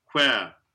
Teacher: it's the unvoiced version of the W, basically